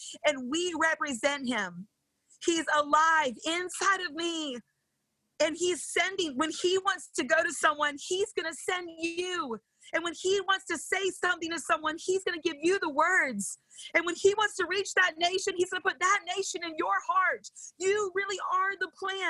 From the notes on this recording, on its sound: This podcast is from a series of weekly Brave Love Bible studies. Held over zoom.